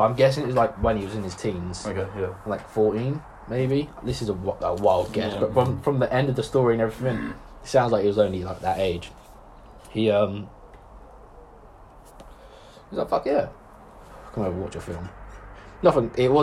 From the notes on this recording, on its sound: We've made this podcast with just our phones so appologize for the quality.